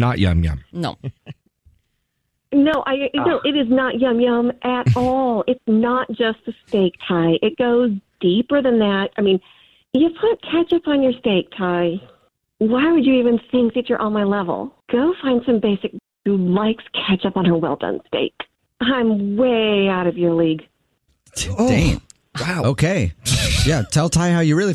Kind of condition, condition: link, phone line